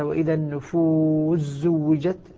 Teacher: أدغمنا السين في الزاي